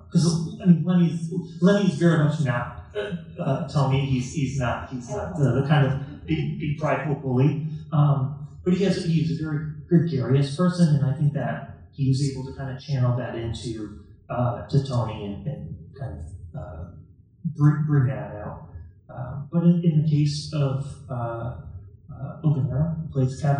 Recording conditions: poor sound quality